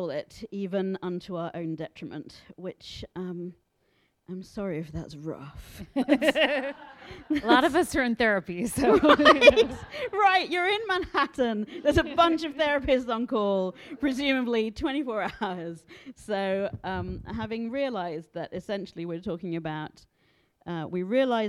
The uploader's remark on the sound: live at the Strand Bookstore in New York City